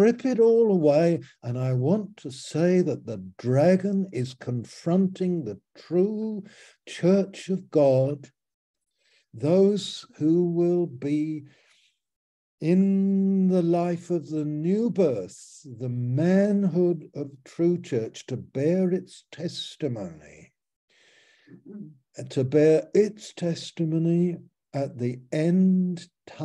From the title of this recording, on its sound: Malaysia Meets (Zoom)